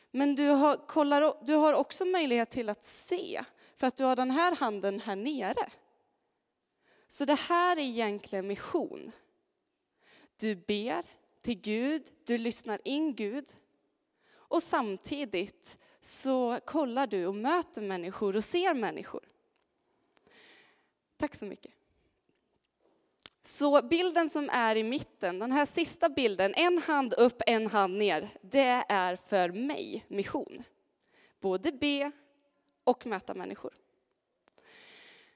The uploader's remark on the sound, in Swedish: Inspelning från Immanuelskyrkan Skövde.